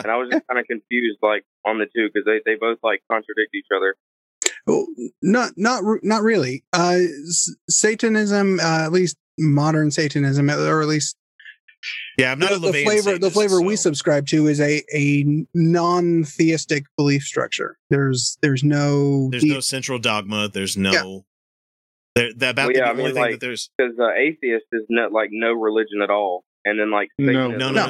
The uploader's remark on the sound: Live Call In Show